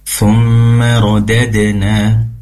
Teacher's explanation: izin kami koreksi ketika rodadena, pastikan dipantulkan dalnya.